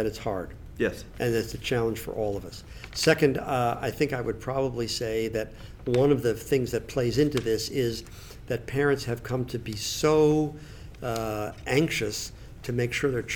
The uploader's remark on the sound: Conversations from the Heads and Chairs Conference